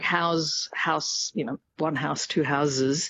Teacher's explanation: turning, an S into a Z in something like house